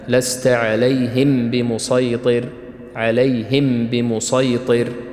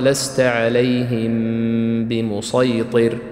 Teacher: جرى العمل على الإخفاء في هذه الميم مع الغنة · Shown in: second take · Term: الإخفاء مع الغنة